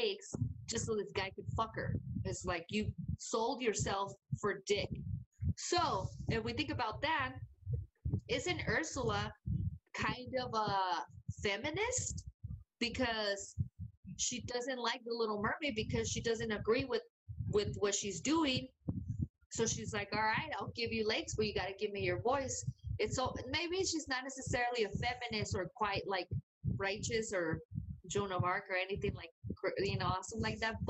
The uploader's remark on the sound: Technical Difficulties... Sorry about your ears...